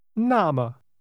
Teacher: Say, in that case, or then, using two falling tones.